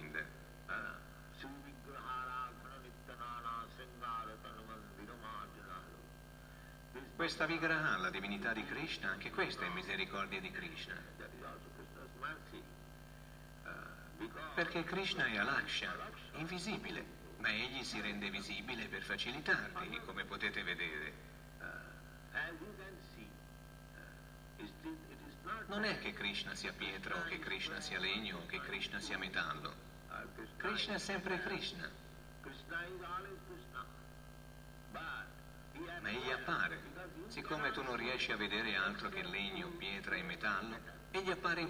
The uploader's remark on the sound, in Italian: in diretta dal Tempio di Villa Vrindavana